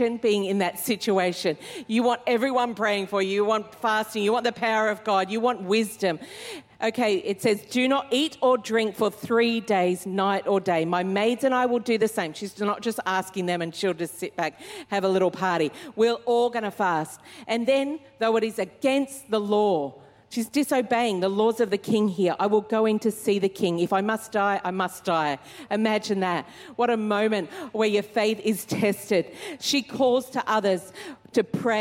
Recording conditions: live audience